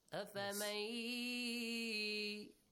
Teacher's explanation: So the ya is doubled, noon is omitted. So meme is joined to the ya. · Term: qa'idatul idgham